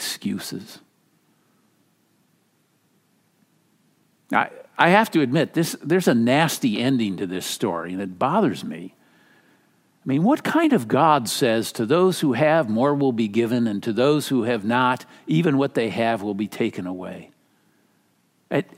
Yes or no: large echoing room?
yes